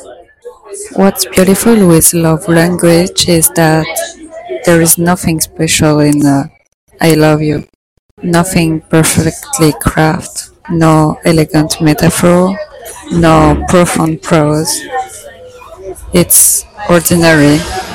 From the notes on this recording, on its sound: Today i was inspired by this cute coffee shop to talk about romantic relationships and it felt so good to record it outside. I let you enjoy all the noises buzzing around because life goes on.